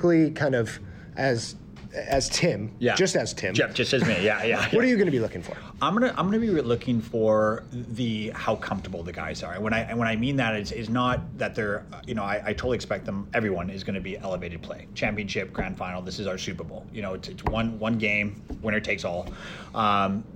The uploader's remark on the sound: Live from Philadelphia, PA for the OWL Grand Finals